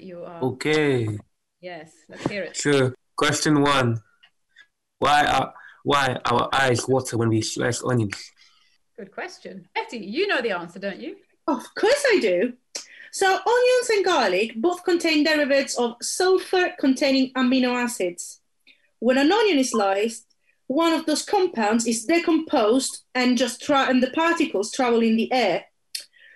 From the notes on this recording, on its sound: 'The Realist’ is a project conceived to explore bridging the distance between us during lockdown through audio. Each week during our sessions (held via Zoom) we revisit work from previous projects.